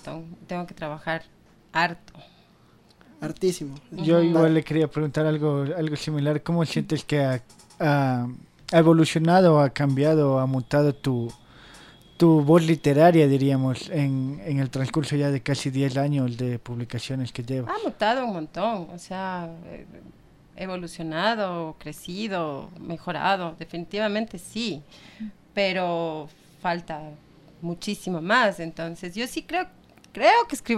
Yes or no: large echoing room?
no